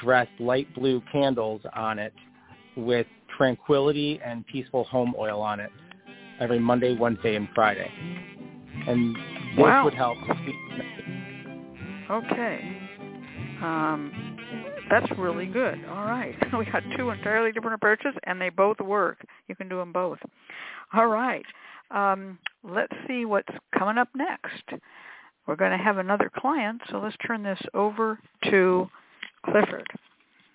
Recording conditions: phone line